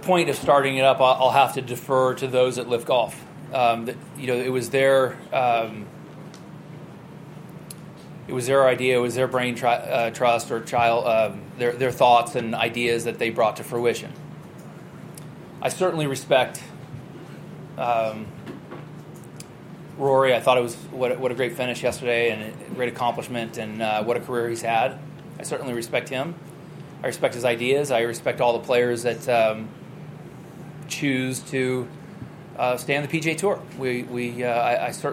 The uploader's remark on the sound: broadcasts live from the US Open at Brookline